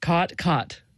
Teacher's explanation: Yes, there you have what's called the caught merger, or in linguistic circles, the low back vowel merger, which is sort of the biggest marker of Western speech